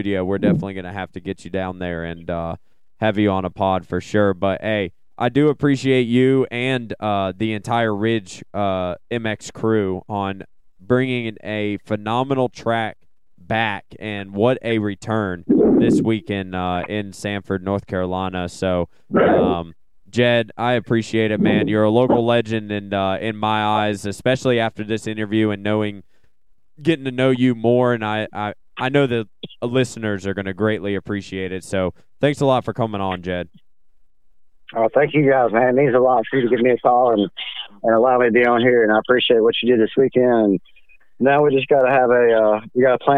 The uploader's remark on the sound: we will have a call